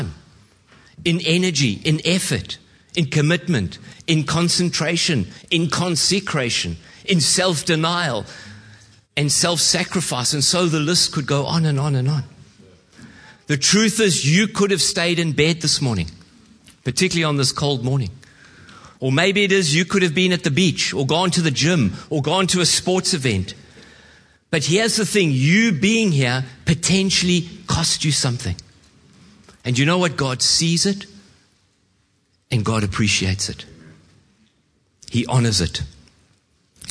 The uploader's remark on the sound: Preached at Horsham Downs.